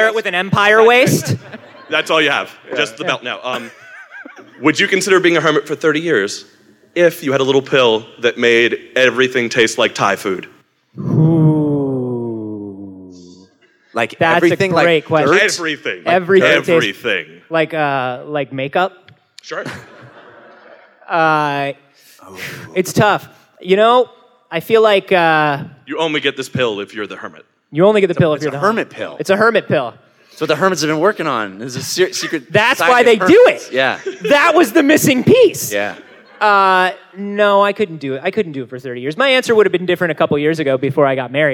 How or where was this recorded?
live audience